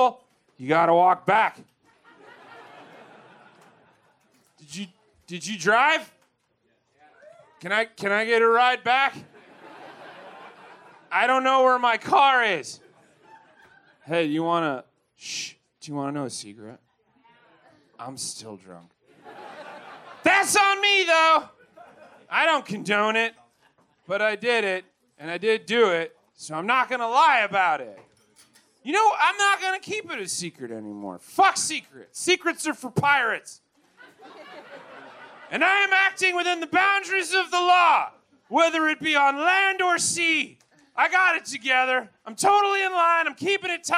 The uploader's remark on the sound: Recorded LIVE at the Historic Green Mill Cocktail Lounge in Chicago 3/18/23